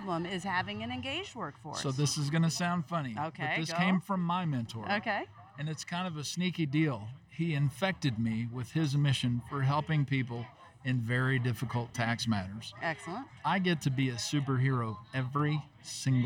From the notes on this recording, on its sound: at the Farmers Branch Chamber of Commerce 30th Annual Golf Tournament held at the Brookhaven Country Club May 27, 2020.